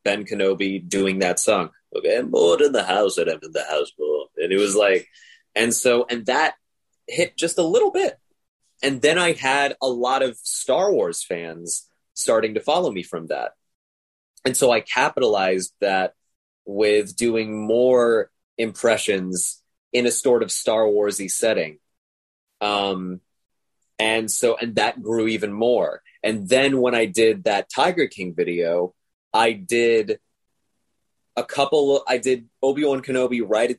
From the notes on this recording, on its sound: sat down with me over Zoom